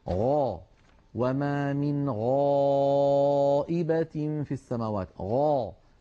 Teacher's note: وهي أيضا حرف رخو، يعني قابل للمط، فصوتها قابل للتطويل، فلذلك ليست هي من حروف أجد قط بكت الحروف الشديدة، وليست من حروف لن عمر الحروف بين الرخوة والشديدة. الغين حرف مستعل، عندما ننطقه ينضغط صوته إلى قبة الحنك فيعود الصوت وله رنين، هذا الرنين يسميه علماؤنا التفخيم. غا، وما من غائبة في السماوات، غا.